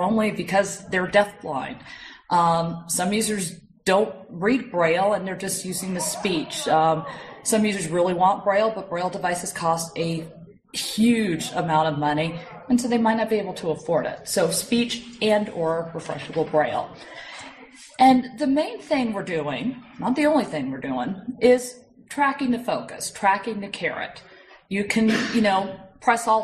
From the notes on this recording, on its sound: this talk was recorded at the Northeast GNU/Linux Fest 2012-03-17